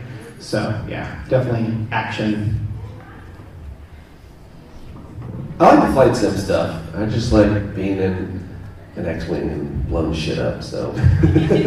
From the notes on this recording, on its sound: Rose City Comic Con 2023 Live Panel. Live panel hosted at Rose City Comic Con 2023. Given this is a live event, the audio quality is a bit rough.